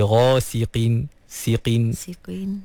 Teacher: Jadi walaupun qaf tu baris bawah, mm-hmm, dia duduk di martabat tafkhim yang paling rendah, mm-hmm, tapi tak bermakna qaf tu menjadi nipis, ha, sampai bertukar menjadi kaf, ha.